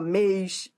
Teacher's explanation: Mês também é tônico. Tem timbre fechado, mas é tônico, é forte.